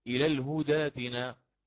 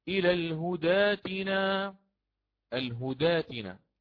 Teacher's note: يقرأ على القصر لأن حرف التاء متحرك